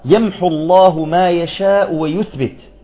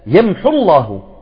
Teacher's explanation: انظروا آخر حرف لفظناه هو الضمة، هذه الضمة، الواو ذهبت